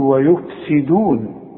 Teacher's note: فالسين دي مكسورة تقول ويفسدون، والدال مرققة دائما سواء مضمومة ولا مفتوحة ولا مكسورة